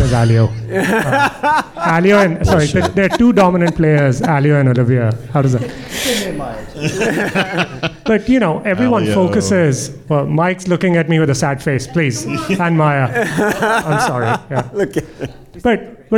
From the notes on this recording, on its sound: This is Part II of a two-part podcast LIVE from Tempe Arizona and the TAtech AI Summit.